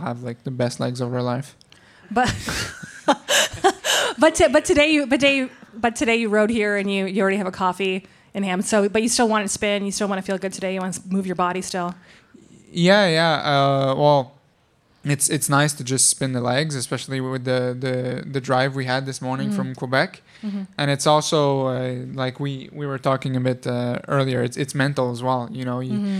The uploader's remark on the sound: Live chat from downtown Montreal at Soboire. Live from the Grand Prix Cycliste de Montréal. Live chat from downtown Montreal at Soboire.